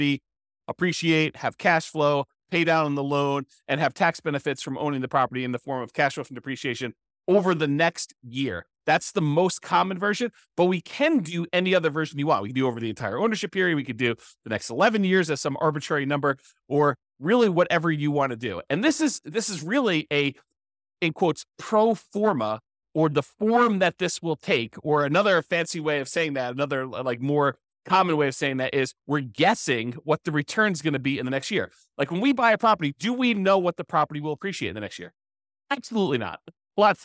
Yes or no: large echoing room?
no